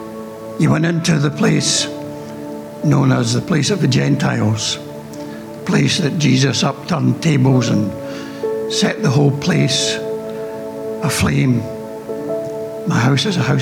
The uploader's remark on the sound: Recorded during our Good Friday morning reflection service.